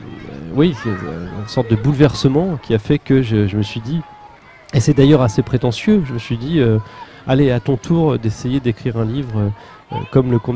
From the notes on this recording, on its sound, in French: Interview du vendredi 24 mai sur l'île d'Aix, à l'occasion du festival du livre de jeunesse "Aix-Libris"